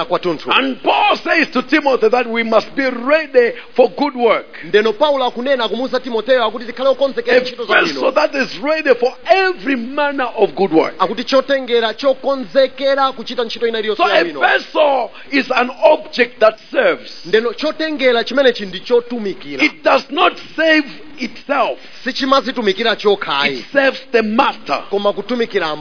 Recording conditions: large echoing room